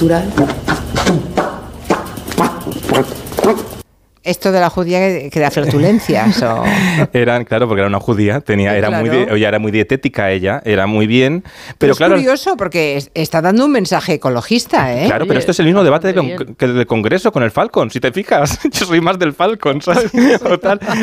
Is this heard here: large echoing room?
no